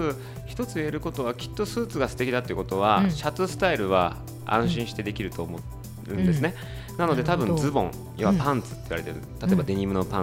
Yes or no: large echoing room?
no